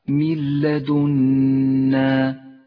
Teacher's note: تسقط النون من اللفظ في الإدغام بلا غنة ولذلك هي رمادية اللون وتشدد اللام التي بعدها من لدنا.